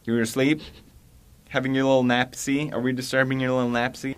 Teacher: He's got a very, very, very, very, very subtle lisp.